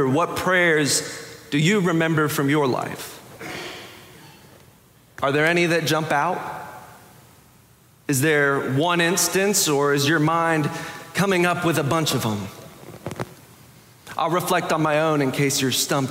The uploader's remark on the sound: Preached October 16, 2022 in the Sanctuary Worship Service.